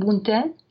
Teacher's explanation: You might even not even hear an N at the end, bunten. Or you can sing it as bunten.